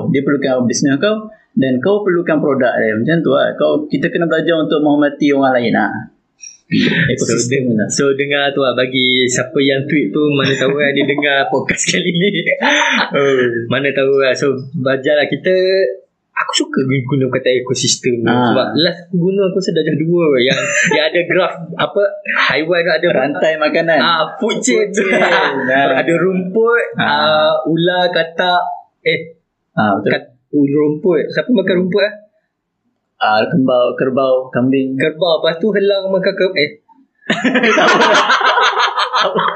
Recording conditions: poor sound quality